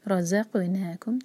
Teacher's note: را ہیوی ز لائٹ اور قاف پر قلقلہ